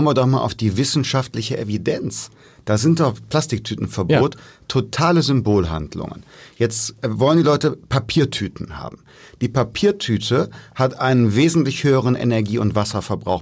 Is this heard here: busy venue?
no